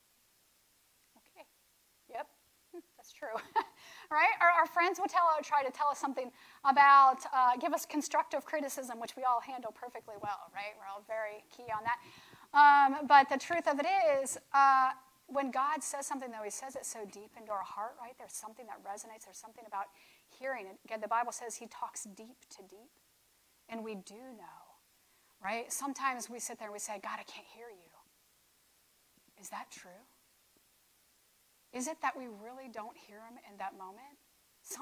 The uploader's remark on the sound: This episode's audio was cut off a few minutes early due to initial recording issues.